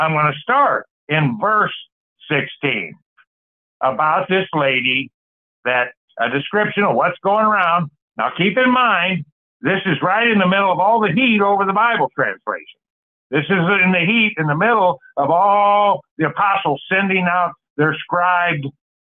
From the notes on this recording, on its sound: Call In Bible Study